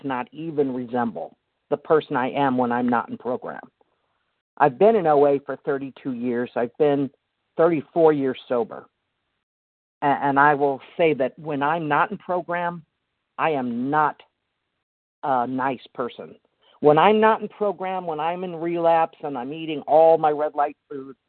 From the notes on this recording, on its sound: the 100 Pounders Phone Meeting, 9/1/23